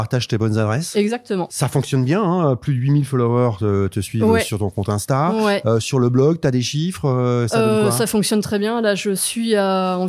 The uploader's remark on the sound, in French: Un épisode enregistré dans le salon de pâtisserie Rosemary , rue des hauts Pavés à Nantes.